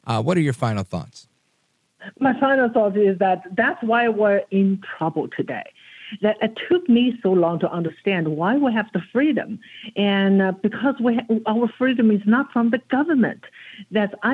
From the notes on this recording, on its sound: we take your calls in open phones across America